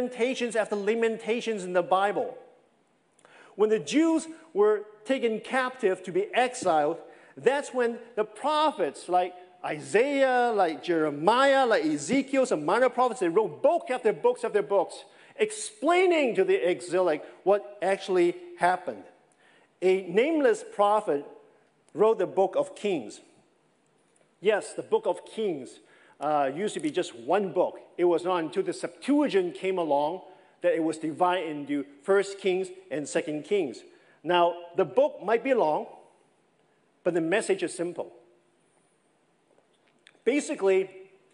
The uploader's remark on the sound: This sermon was preached over the summer of 2021 at Oak Hills Church in Folsom, California.